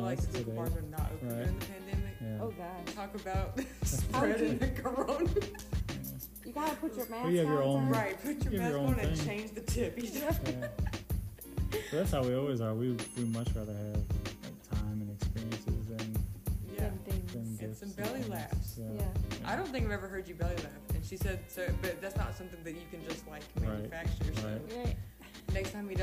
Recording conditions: uneven or low level